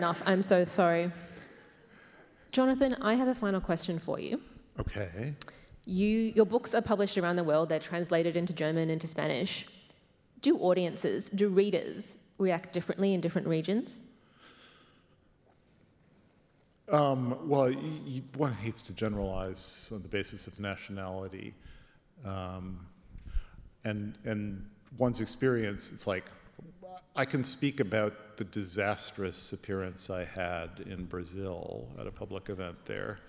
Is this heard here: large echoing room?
yes